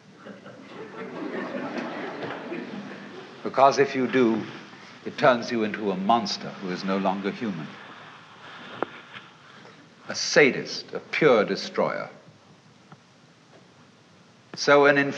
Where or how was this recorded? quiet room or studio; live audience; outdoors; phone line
live audience